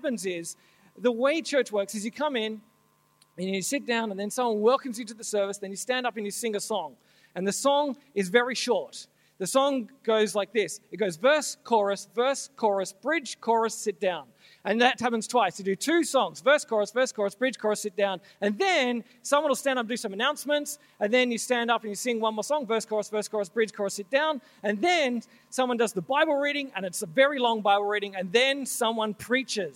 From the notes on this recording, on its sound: This talk was originally given at Soul Survivor Conference NSW 2017